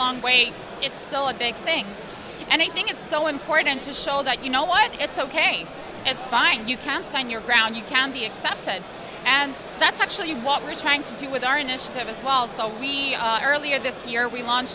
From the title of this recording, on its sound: Unlimint Interview at Bitcoin Amsterdam